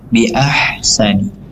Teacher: Kemudian di lafaz bi ahsani, ahsani di sini ha ada sifat rokhawah, artinya ada udara yang mengalir